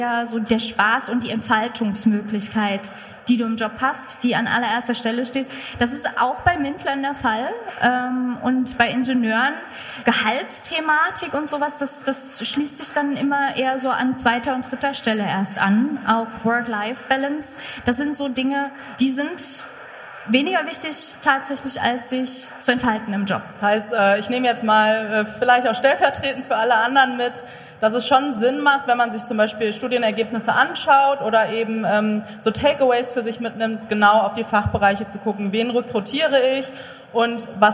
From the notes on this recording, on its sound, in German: LIVE auf der Zukunft Personal Europe. Live am Stepstone Stand auf der Zukunft Personal Europe in Köln.